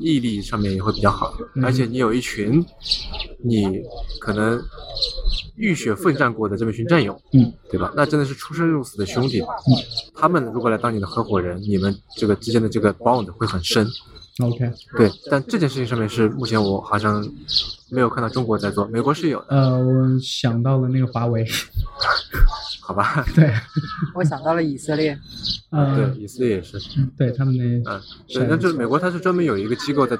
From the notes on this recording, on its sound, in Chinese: 这是与《比特新声》在公共绿地区域进行的一次无明确固定主题的串台聊天特别节目。虽然周围来自幼儿与麻雀的杂音和室外录制造成的音质下降也许会对收听者造成负担，但这样的环境却令对话者非常放松，口无遮拦。